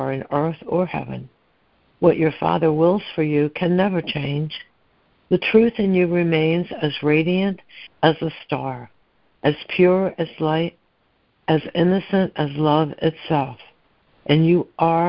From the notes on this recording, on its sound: ACIM Daily Conference Call.